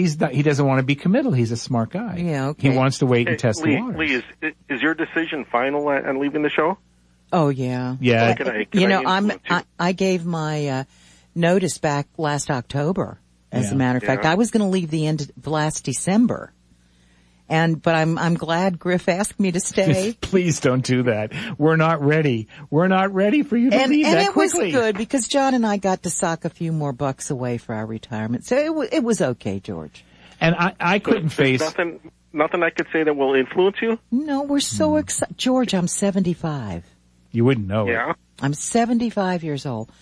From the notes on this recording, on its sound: Bonus open phones segment!